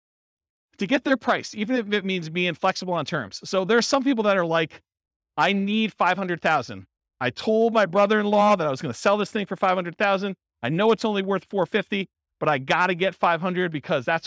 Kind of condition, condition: setting, live audience